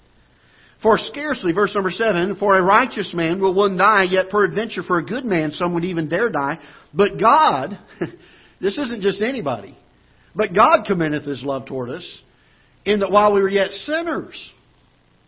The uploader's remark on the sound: Ketha Heights Baptist Church ~ Live Broadcast